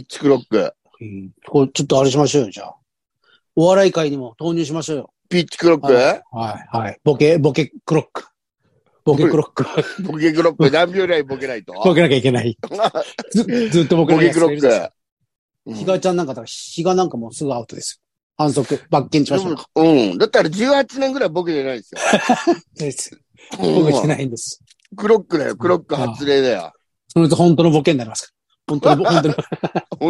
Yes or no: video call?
yes